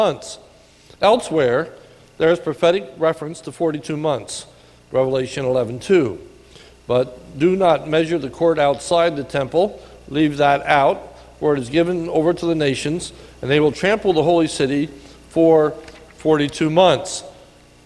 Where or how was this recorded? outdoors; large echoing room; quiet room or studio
large echoing room